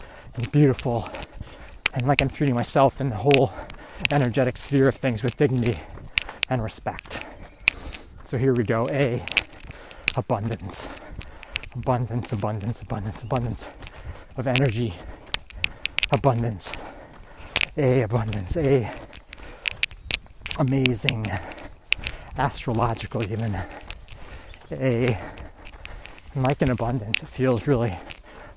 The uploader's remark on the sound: Recorded on a hilly 10K training run. I had an absolute blast recording this while on my run.